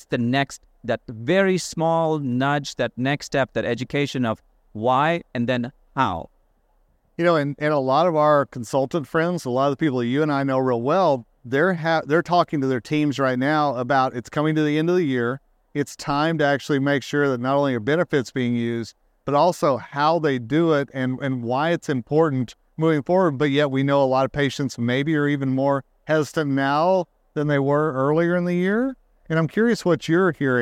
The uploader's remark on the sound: In this episode recorded at SmileCon in Orlando, Fla.